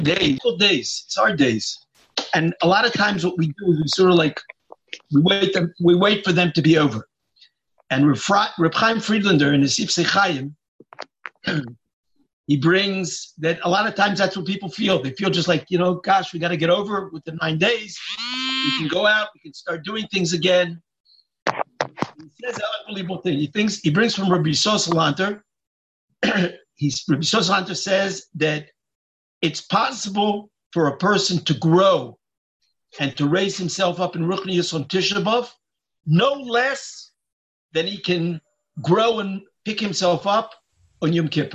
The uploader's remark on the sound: Live Zoom